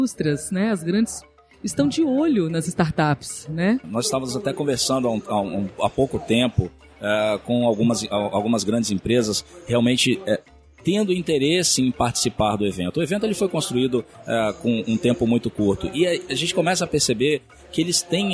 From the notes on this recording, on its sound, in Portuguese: Episódio gravado no evento "Sebrae - Circuito Startup Summit Espírito Santo".